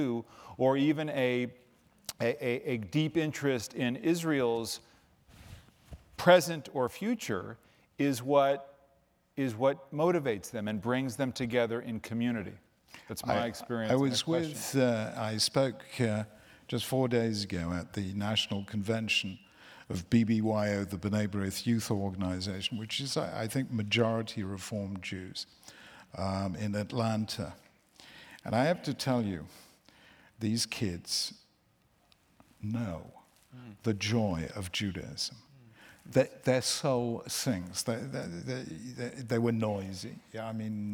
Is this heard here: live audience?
yes